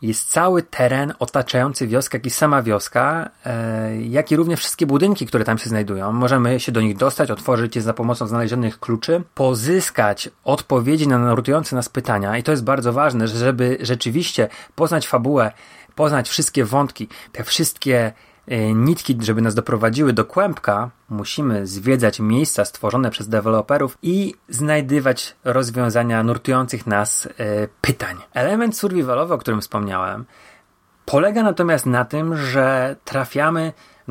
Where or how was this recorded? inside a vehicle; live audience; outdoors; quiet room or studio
quiet room or studio